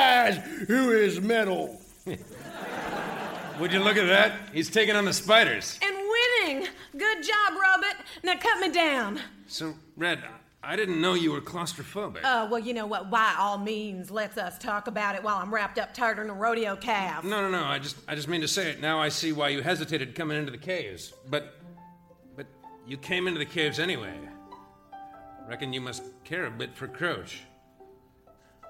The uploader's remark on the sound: Recorded Live 11/6/2010 at Largo, Los Angeles.